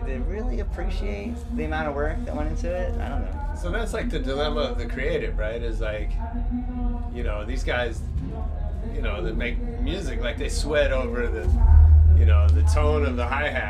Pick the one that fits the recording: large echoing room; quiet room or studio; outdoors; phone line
outdoors